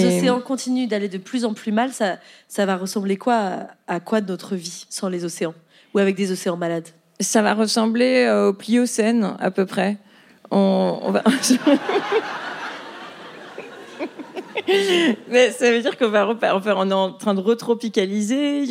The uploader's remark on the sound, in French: Captation réalisée au théâtre de l'Européen.